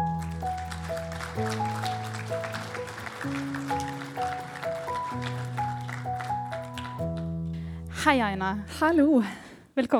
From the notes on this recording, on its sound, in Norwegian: Vår første live-episode fra sist fredag på Fangekasa i Østfold er nå ute.